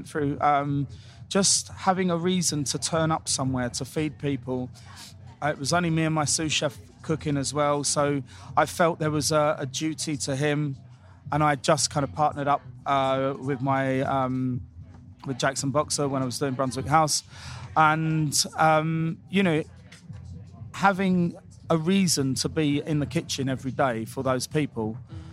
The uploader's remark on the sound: at Wilderness Festival, in Oxfordshire